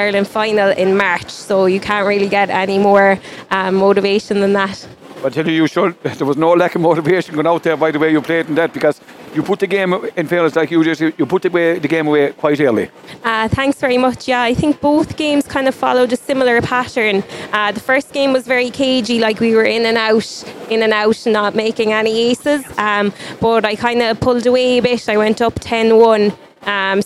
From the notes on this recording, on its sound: SBCR broadcast a three hour show Live from the 60 by 30 alley at Tuamgraney handball club on the final day of the 2023 GAA Handball Irish 4 Wall Nationals that were held in Alleys all over County Clare at the weekend.